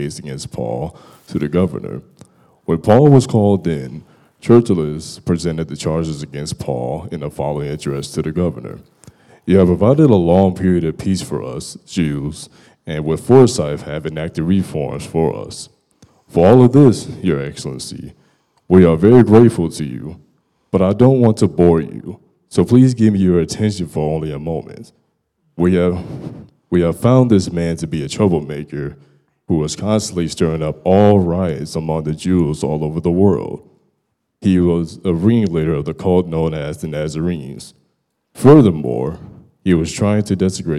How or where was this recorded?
large echoing room